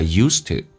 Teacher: use 的 D 不发音，这叫略音，但不发音它去掉之后气流要阻塞一下，叫 use，不是 use，叫 use 阻塞一下 used to。